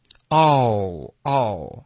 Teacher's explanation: 你的嘴唇会使劲一点，它会撅一点，然后嘴巴会变小，澳澳，下颚会带一点滑动 · Term: 澳的音